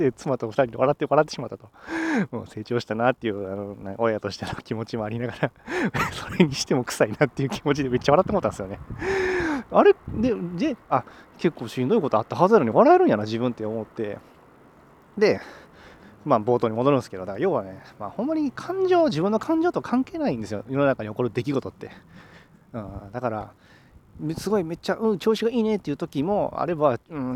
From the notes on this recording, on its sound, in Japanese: 歩きながらの収録なので雑音が入っています